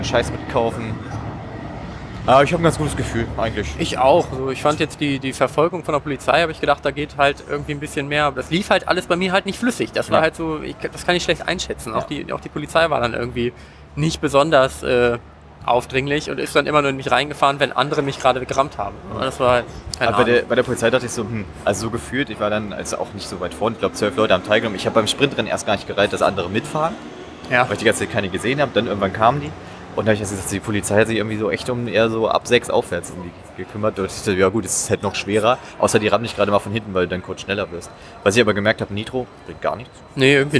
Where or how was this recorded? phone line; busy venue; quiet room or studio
busy venue